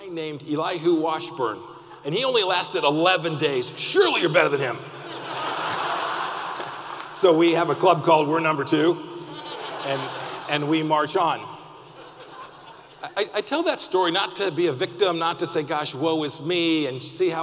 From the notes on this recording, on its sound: keynote address from our annual gala this year